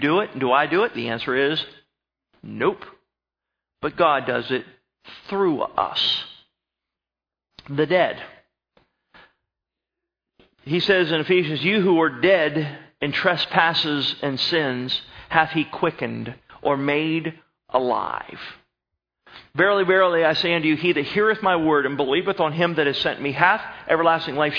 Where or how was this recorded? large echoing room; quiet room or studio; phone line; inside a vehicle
large echoing room